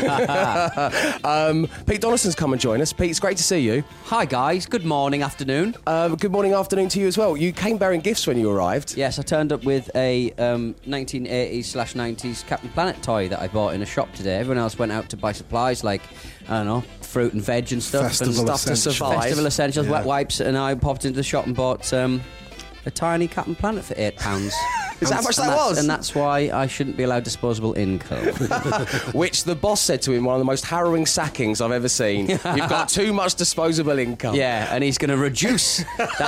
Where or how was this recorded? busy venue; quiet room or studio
busy venue